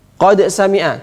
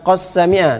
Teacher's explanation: Qad sami'a, bukan qas sami'a, tapi qad sami'a. Qad qalqalahnya jelas. · Shown in: first take